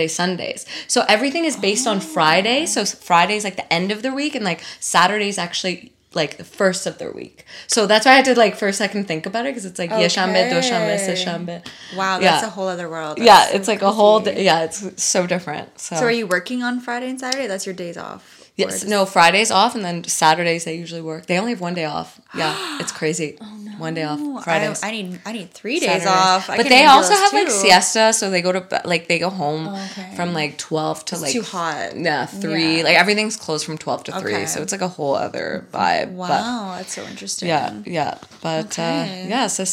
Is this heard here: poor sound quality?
no